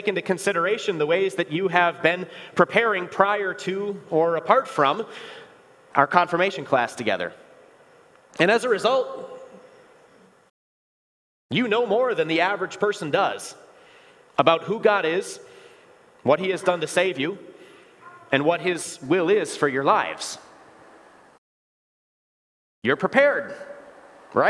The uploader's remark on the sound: Bethany, Appleton, WI. Preached this sermon at Bethany's Confirmation Sunday worship.